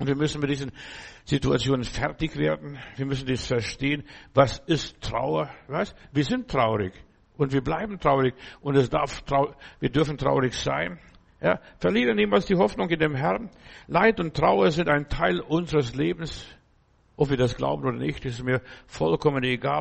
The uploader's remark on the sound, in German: im Gemeinde-Zentrum in Berlin aufgenommen